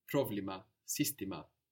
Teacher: You may notice that the accent is at the beginning of the word.